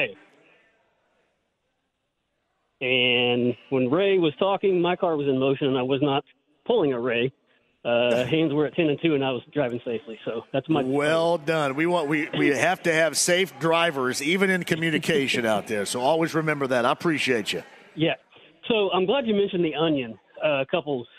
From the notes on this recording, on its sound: opens up the phone lines